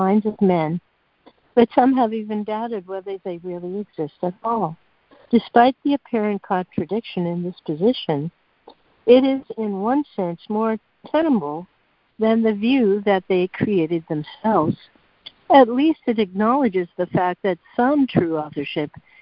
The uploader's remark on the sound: ACIM Daily Conference Call.